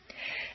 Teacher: Make sure that the underlined, unstressed T's sound like a soft D.